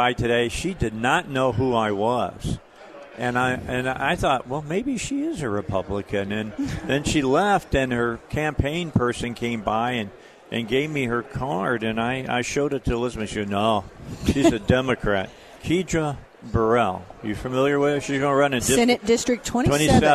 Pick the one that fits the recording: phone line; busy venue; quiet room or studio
busy venue